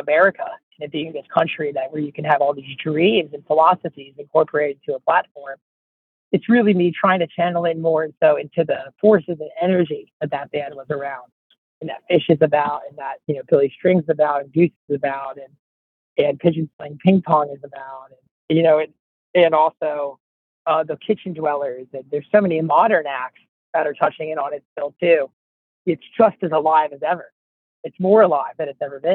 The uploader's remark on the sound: In a phone interview